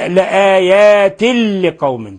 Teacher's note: تنوين كسر جاء بعده حرف اللام، الحكم التجويدي إضغام بغير غنة